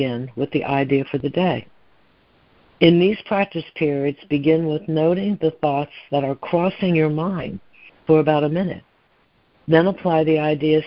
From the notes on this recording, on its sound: ACIM Daily Conference Call